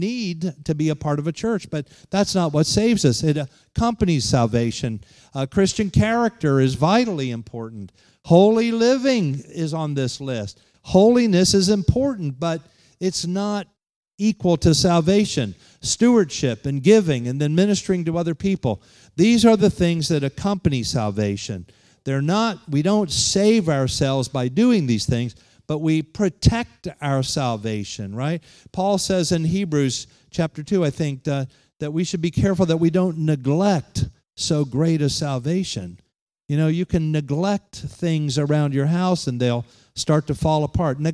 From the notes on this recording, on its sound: Holiness conference at The Pentecostals of Dothan.